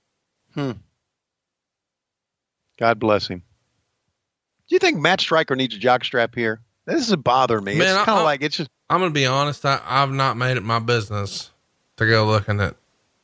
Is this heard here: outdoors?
no